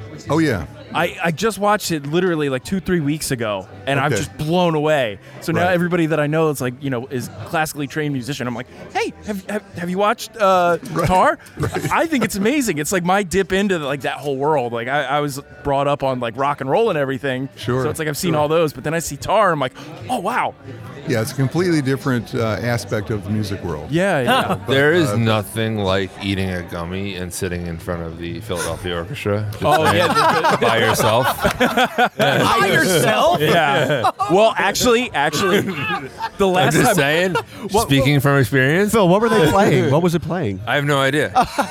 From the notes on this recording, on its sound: LIVE From The Philly Hot Sauce Festival! We recorded on-location from the first annual Philadelphia Hot Sauce Festival!